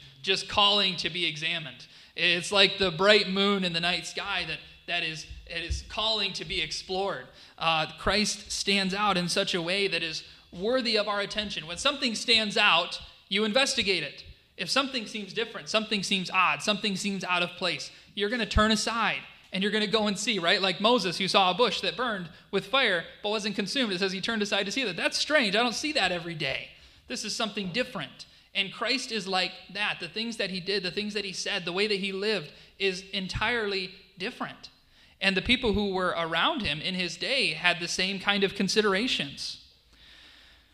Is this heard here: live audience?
yes